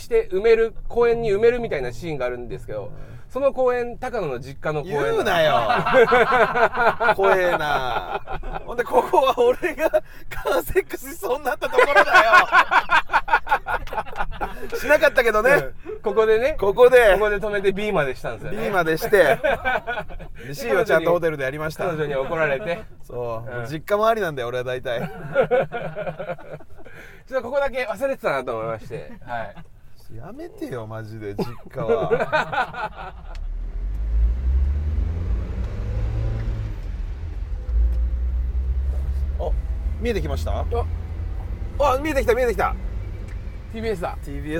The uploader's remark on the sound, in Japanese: せっかくなので、以前の収録場所“木場”から、ＴＢＳラジオがある“赤坂”まで向かう車中でも収録することにしました。TBSラジオのスタジオで渾身のタイトルコール。